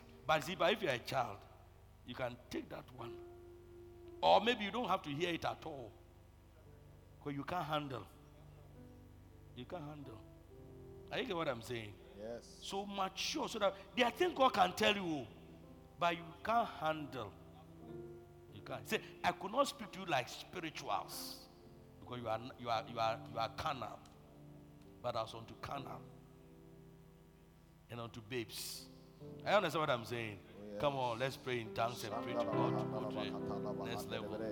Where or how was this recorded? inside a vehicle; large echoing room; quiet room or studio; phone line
large echoing room